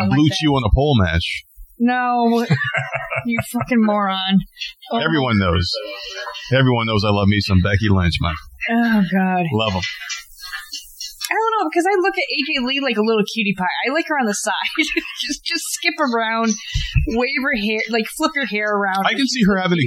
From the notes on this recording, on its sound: Today the nerds go live on podbean! Take a few calls live on the air. The quality was a little off, as podbean live is still an in progress, yet cool concept.